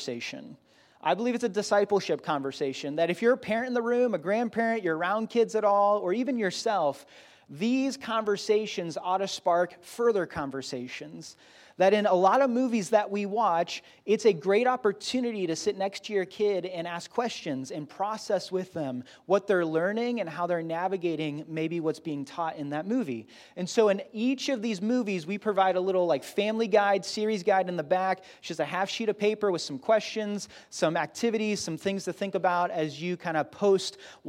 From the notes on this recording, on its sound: Grace Church Barberton Campus